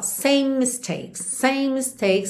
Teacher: Mistakes começa em M, então você mantém um M só.